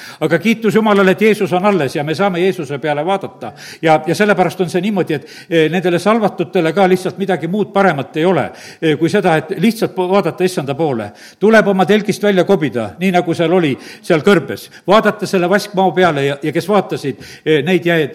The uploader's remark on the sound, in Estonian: Audio salvestus koosolekult